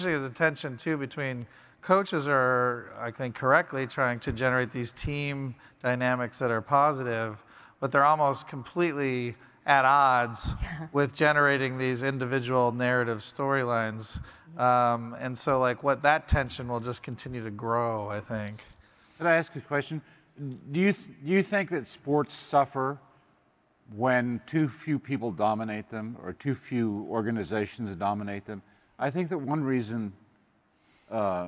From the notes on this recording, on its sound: In the final session of our 2023 MIT Sloan Sports Analytics Conference